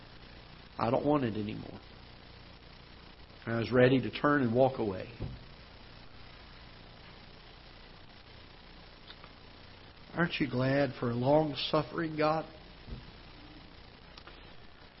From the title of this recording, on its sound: Ketha Heights Baptist Church ~ Live Broadcast